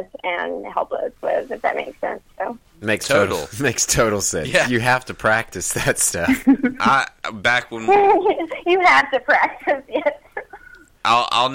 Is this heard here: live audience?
no